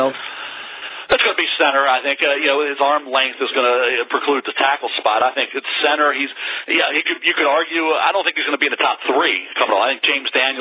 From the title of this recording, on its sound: NFL Draft Conference Call